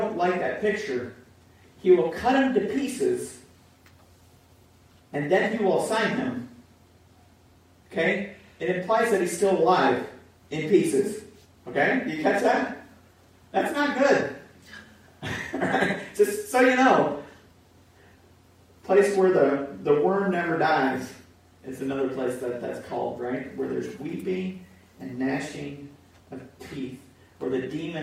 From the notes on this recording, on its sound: Pour Audio